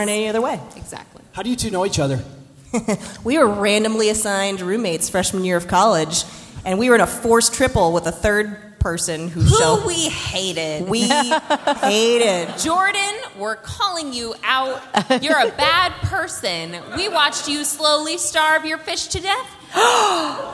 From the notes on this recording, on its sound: LIVE From EconoMe 2021. We are live today from the2021 EconoMe conference in Cincinnati.